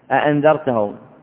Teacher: وحفص يقرأ بتحقيق الهمزتين أأنذرتهم